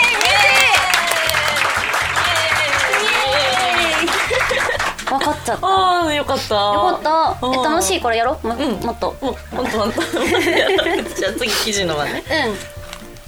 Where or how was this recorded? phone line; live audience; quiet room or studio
live audience